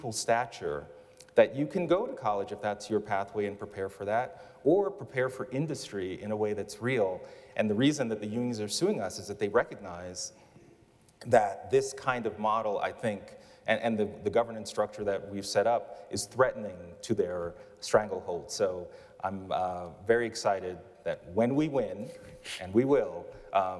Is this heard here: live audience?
yes